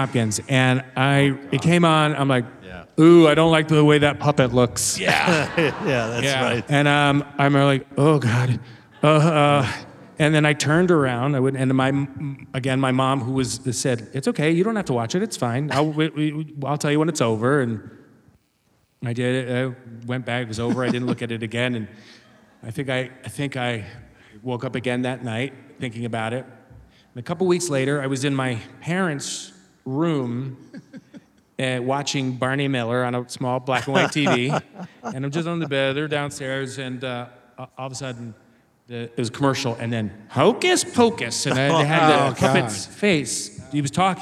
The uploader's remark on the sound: Recorded live at the Murmrr Theater in Brooklyn, NY.